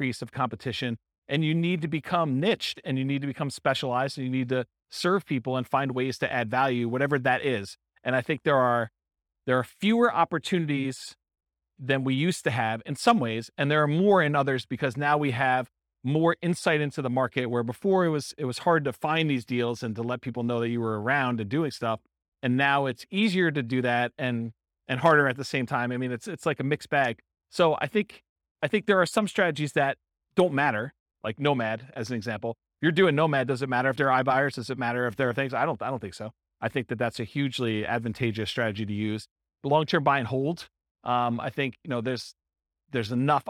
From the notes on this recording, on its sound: This was a live class recorded